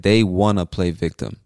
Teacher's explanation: Again, it's want to, and you just connect the words and say wanna.